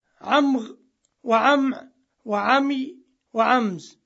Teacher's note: والتي تعرض في الراء أربعة أحرف، منهم من جعلها غينا، ومنهم عينا، ومنهم ياء، ومنهم زايا · Term: اللثغة